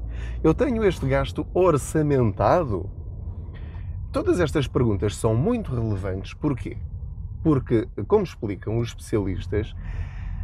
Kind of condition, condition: setting, inside a vehicle